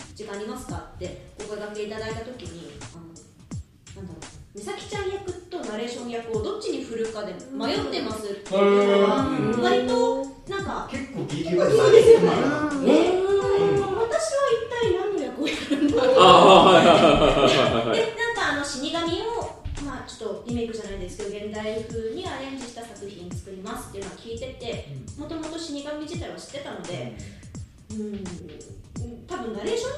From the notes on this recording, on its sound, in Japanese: 広い部屋でマイク２本しか使っていないため、お聞き苦しい部分が多々ございます。